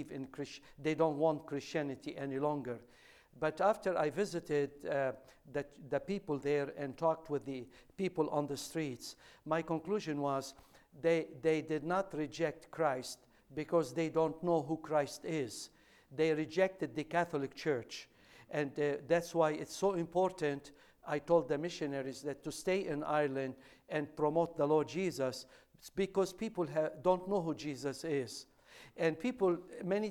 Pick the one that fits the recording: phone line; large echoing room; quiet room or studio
large echoing room